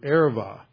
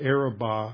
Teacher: it's a soft B, so it's pronounced like a V. · Shown in: first take · But it is usually pronounced today the Araba.